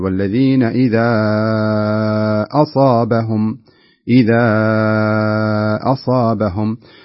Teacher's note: نلاحظ أن الألف أتت في كلمة بدء في الأولى، ثم جاءت الهمزة في الكلمة التي تليها في أول حرف من الكلمة التي تليها وهي في قوله تعالى أصابهم، فيكون الحكم هنا مدا منفصلا يمد بمقدار 4 حركات أيضا لكنه جوازا ليس كما هو في المد المتصل وجوبا.